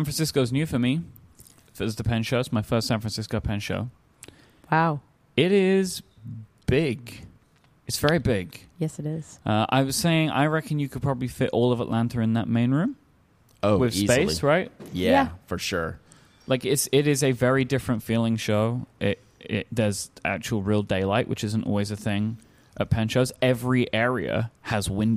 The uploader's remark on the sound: Live from the San Francisco Pen Show 2019.